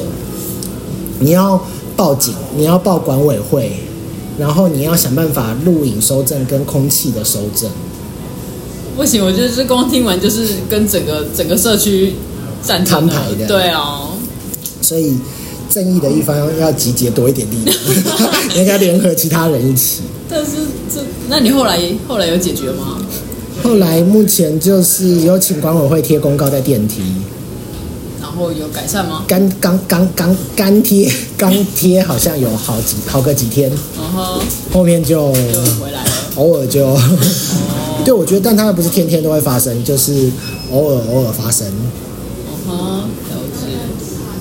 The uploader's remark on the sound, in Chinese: 麥克風測試，慎入！還是在辦公室櫃檯錄音，聲音稍微好一點。這音質有待進步。